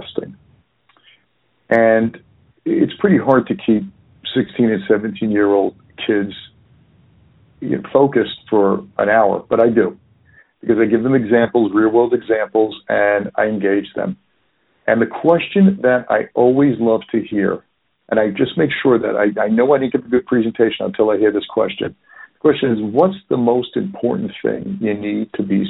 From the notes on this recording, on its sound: Phone Interview